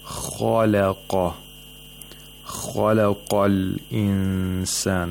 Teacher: خا and قاف have to be pronounced with تفخيم because both of them are letters of استعلاء and you have to pronounce them with تفخيم with thickness